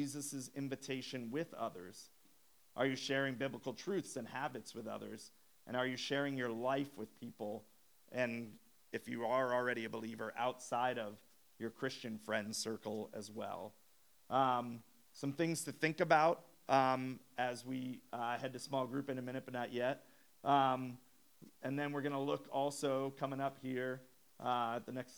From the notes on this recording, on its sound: We apologize for the audio quality issues on this episode.